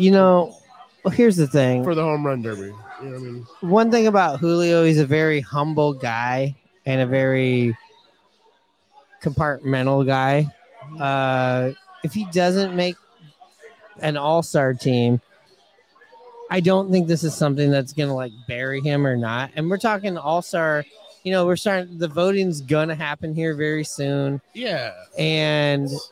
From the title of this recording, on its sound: Live from Hooverville Bar!